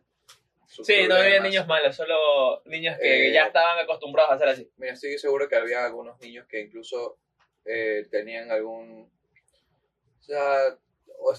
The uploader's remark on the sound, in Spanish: Sorry la calidad del audio no somos ingenieros en sonido, somos unos pendejos xd.